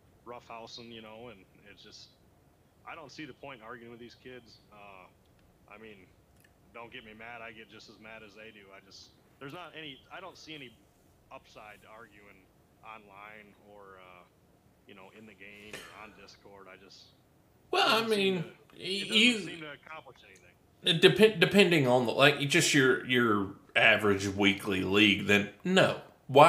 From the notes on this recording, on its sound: Editing has not been my friend i again dropped the ball on my end with the audio and have spent the last few days trying to salvage the episode and this is the best i got.